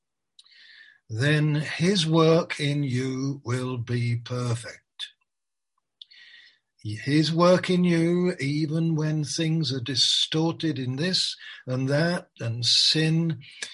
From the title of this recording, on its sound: Malaysia Meets (Zoom)